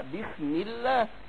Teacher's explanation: الكسره دي هتكون سبب في ترقيق اللام